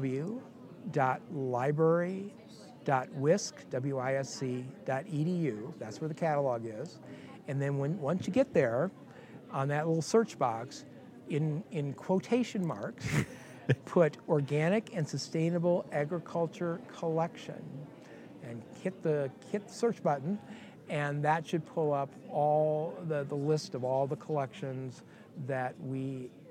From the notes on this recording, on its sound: We recorded this conversation at the 2018 MOSES Conference, so there will be more background noise.